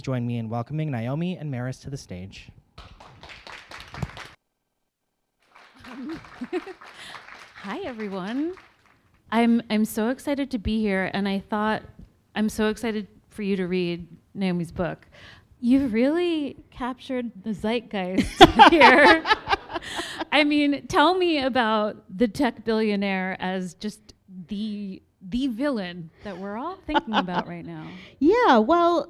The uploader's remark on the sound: live at the Strand Bookstore in New York City